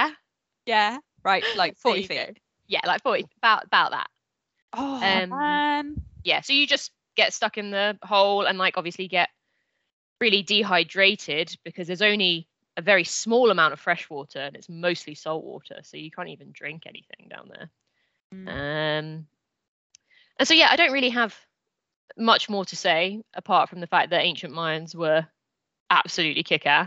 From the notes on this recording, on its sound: We apologise for the slightly wonky sound on this episode - we're working on it!